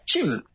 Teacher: you're most likely to pronounce that as Jim, which with the flat tone is the Vietnamese for a bird. And with the upward tone, the rising tone of Jim, it is not the Vietnamese for a bird.